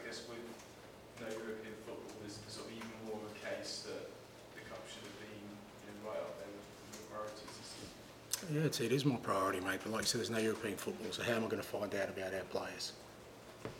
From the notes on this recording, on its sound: PRESS CONFERENCE.